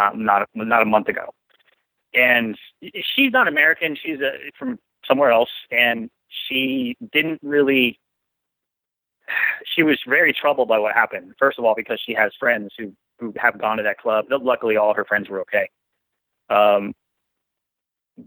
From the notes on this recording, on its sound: Call In Show.